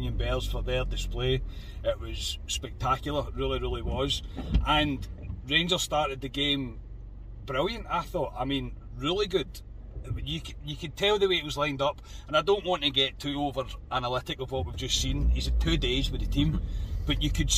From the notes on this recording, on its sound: Our reaction from the car after leaving Ibrox.